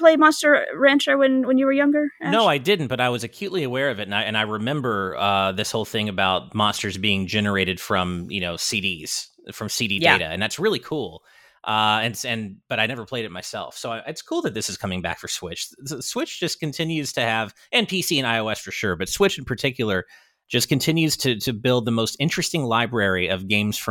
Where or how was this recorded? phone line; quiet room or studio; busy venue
quiet room or studio